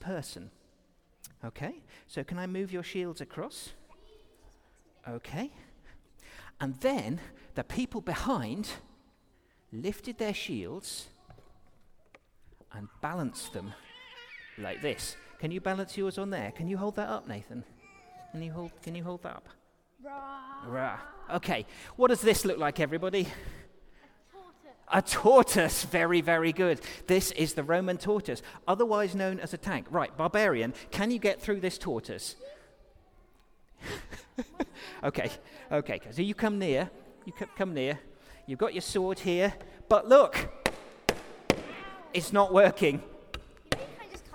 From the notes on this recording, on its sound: Recorded during our all-age service